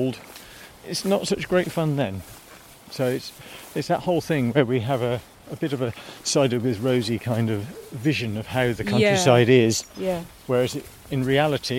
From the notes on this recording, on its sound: A summer's day in a Somerset cider orchard. Head to the sleepy hamlet of Shepton Montague in Somerset.